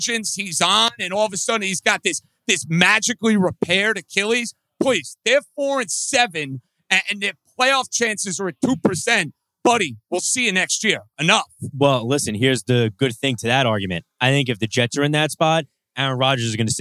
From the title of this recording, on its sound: NYNY Live from Katch Astoria